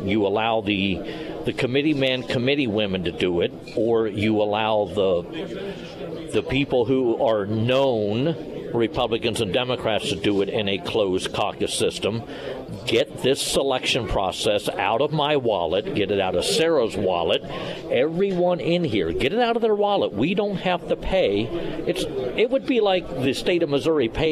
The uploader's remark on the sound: Live at Scramblers Diner.